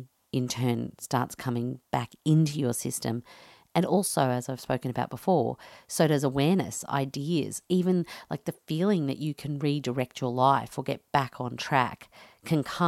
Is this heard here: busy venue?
no